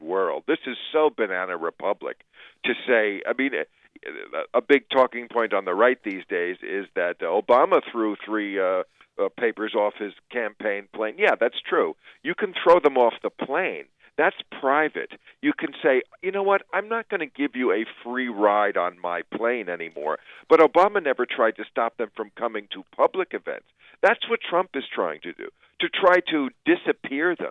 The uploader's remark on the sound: joins us by phone.